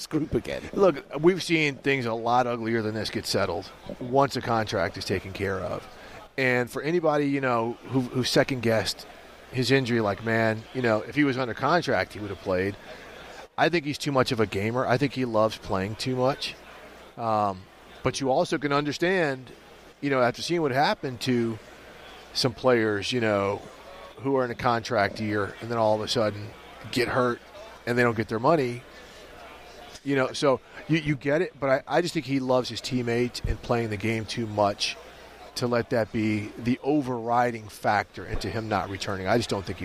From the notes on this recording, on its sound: Joined on radio row. Ahead of the Super Bowl this Sunday.